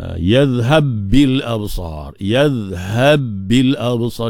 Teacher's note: Ba bertemu ba idgham mislain kabir. Tapi kita tak bacalah dengan idgham.